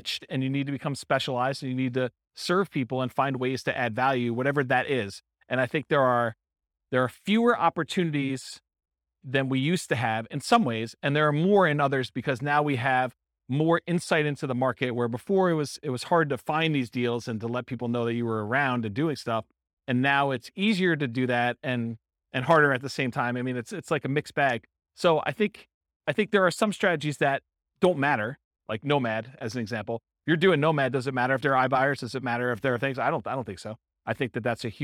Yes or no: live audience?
yes